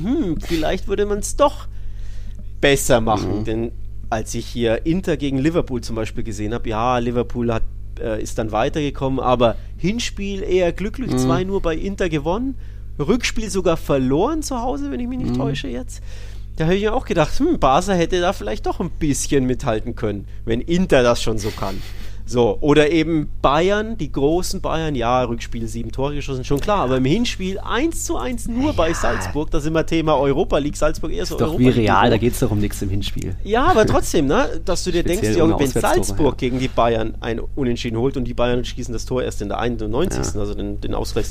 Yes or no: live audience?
no